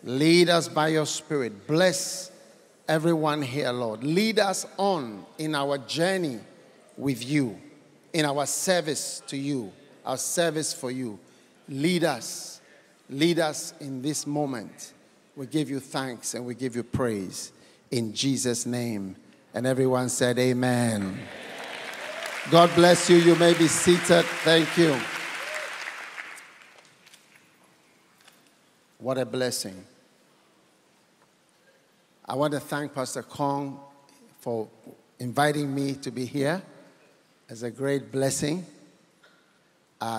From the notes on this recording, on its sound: Preached at The City Harvest Church, Singapore.